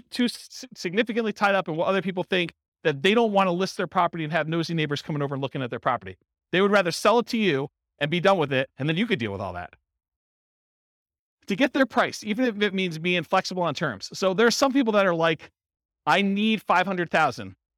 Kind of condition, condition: setting, live audience